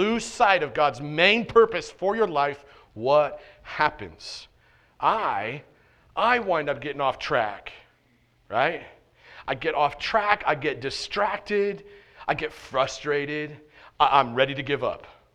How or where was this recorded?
large echoing room